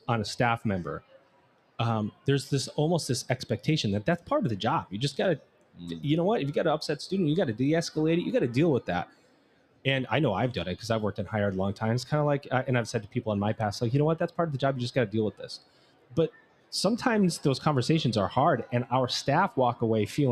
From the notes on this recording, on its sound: In this episode, recorded LIVE from the Anthology Together 2023 #AT23 Conference in Nashville, Tennessee!